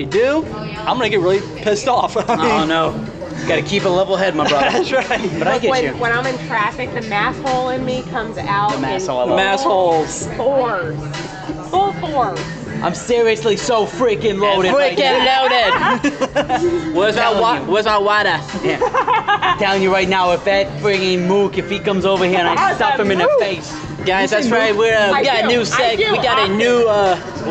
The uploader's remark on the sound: Live from GameTime Ocoee Florida